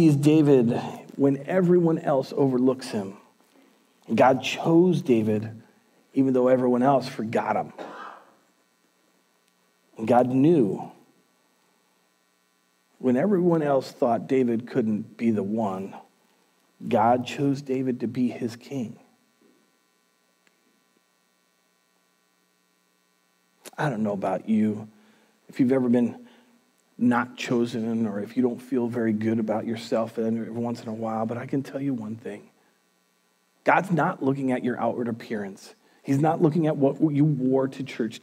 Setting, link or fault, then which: setting, large echoing room